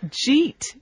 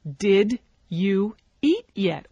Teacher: But in rapid spoken English, the did you gets reduced. You see how it's not did you, it's j. · Shown in: first take